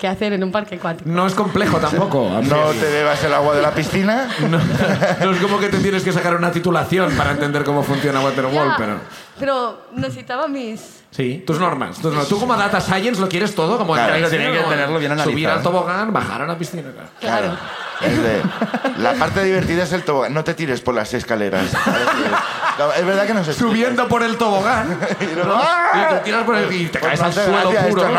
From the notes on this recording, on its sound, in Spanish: La Ruina desde Sant Feliu de Guíxols. El público del Festival Salat nos cuentan.